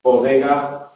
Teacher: Bodega son sonoras, vibran las cuerdas vocales.